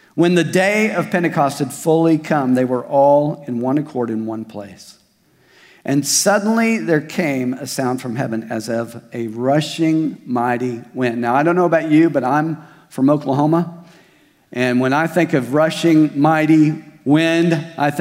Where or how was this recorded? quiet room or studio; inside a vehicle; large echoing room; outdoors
large echoing room